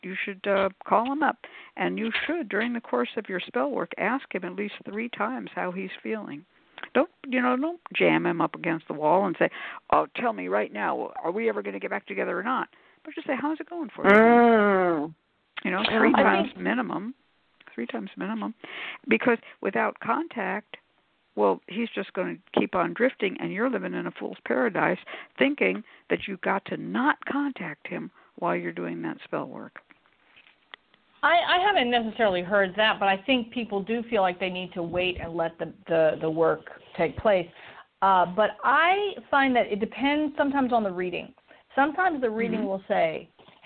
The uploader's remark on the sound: A real, live call-in show. Where the general public gets a chance to ask about actual problems with love, career, and spiritual protection.